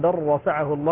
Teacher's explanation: ندغم اللام في الراء، الراء مشددة، لكن نحاذر تكرار زيادة التكرار والمبالغة في التكرار